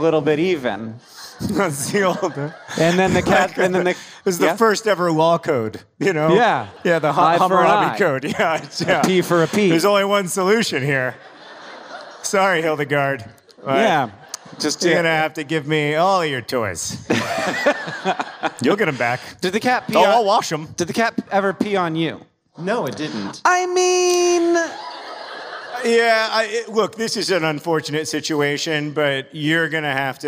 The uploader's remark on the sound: Live in Carmel, IN!